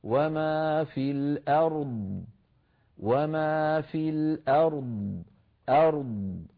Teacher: ثم نأتي بالضاد ساكنة مستعلية مفخمة مطبقة رخوة، يعني منطوطة الصوت قليلا هكذا. وما في الأرض، وما في الأرض، أرض، فنأتي بالراء بكامل صفاتها وننتقل بلطافة ورشاقة إلى الضاد.